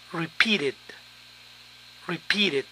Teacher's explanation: Cuando el verbo termina en T, la terminación suena ed, ed. Por ejemplo, repetir, repeat.